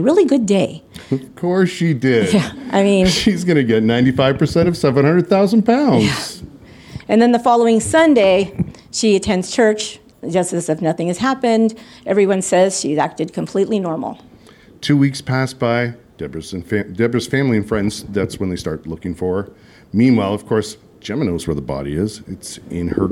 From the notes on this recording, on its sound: LIVE at CrimeCon London. LIVE FROM U.K.